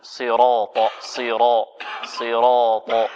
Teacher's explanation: ركز على تفخيم الراء جيدا